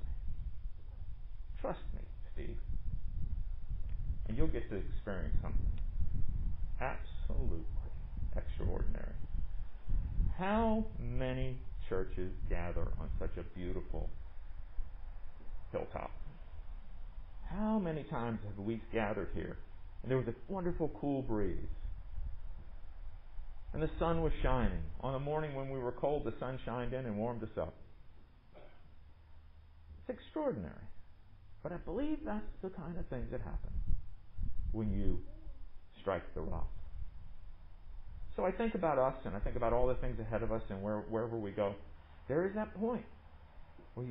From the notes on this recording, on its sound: Recorded under the pavilion at MPPC on Sunday, September 27, 2020